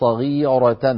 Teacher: صغيرة لابد من تفخيم الراء، أنت لا تقرأ على من طريق الأزرق عن ورش، أنت تقرأ أظن برواية قالون أو برواية حفص صغيرة، فلابد من تفخيم الراء المفتوحة